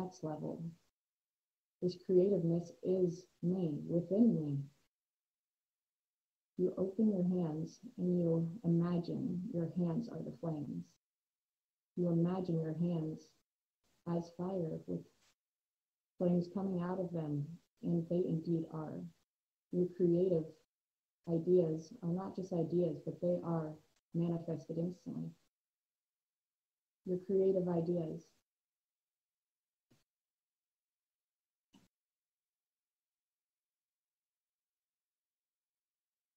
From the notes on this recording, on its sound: I want to first apologize for the audio quality that occurred during this recording.